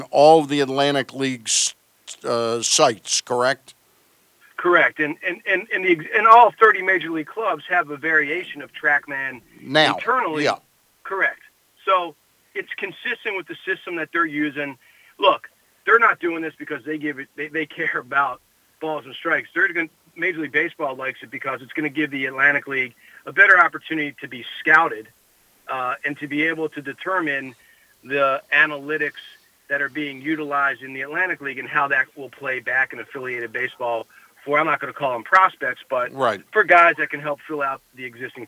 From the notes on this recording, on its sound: Former Bat Around co-host called